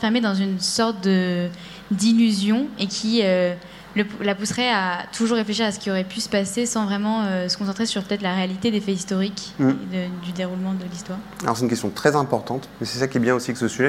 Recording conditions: large echoing room